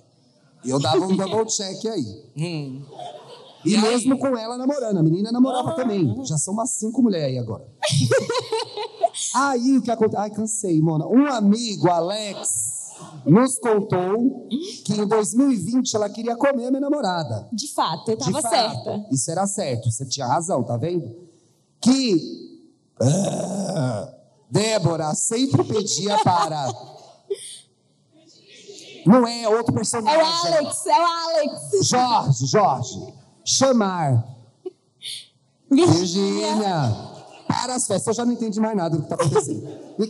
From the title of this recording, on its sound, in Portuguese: Ao Vivo no Teatro